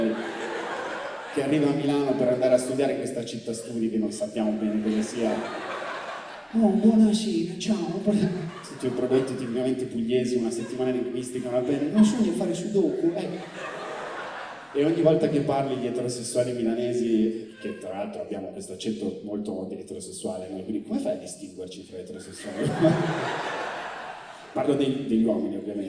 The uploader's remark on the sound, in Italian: tratto dalle serate #improv registrate presso l’università Statale di Milano, il Politecnico di Milano, l’Università Alma Mater di Bologna e l’Università di Padova